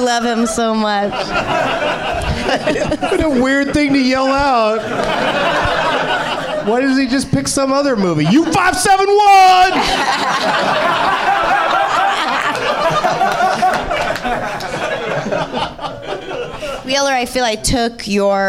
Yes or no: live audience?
yes